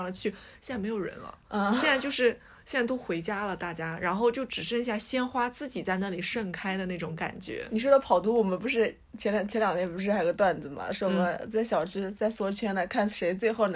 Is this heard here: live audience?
no